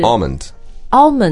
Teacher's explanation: But you don't really need to, like, pronounce that L.